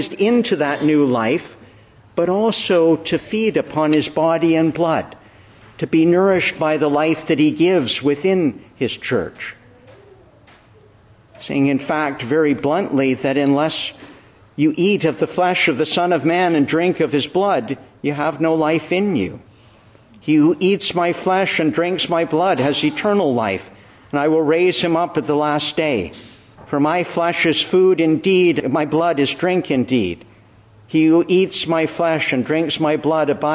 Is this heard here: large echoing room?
yes